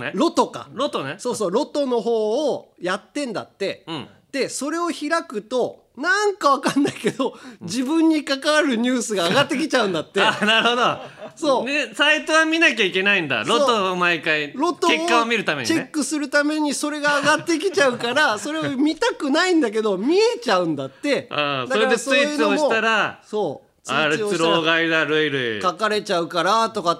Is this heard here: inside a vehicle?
no